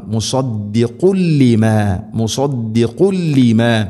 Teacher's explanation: തൻവീനിനെ ലാമിലേക്ക് കൂട്ടിലയിപ്പിച്ച് മണിക്കാതെ ഉച്ചരിക്കണം · Term: ഇദ്ഗാം ബിലാ ഗുന്ന